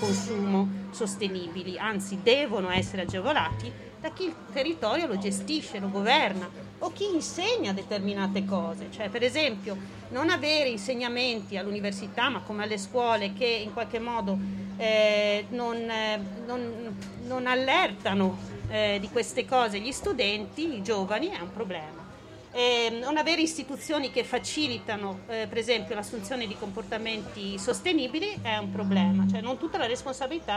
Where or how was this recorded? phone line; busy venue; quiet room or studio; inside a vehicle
busy venue